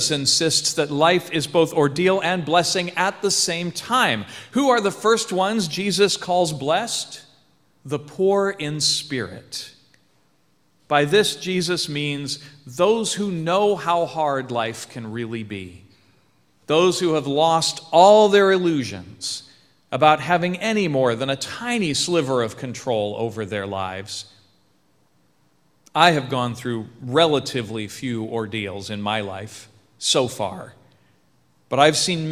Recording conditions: large echoing room